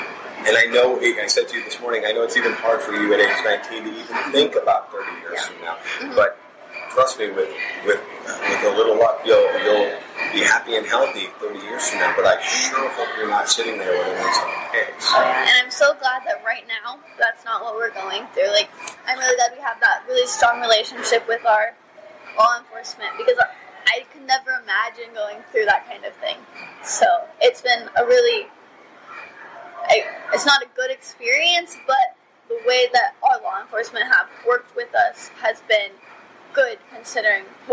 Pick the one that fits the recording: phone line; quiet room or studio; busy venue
busy venue